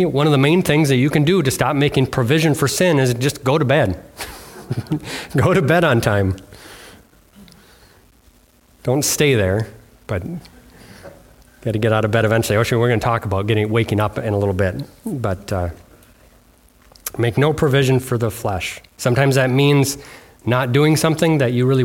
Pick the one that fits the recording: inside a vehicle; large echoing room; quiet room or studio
large echoing room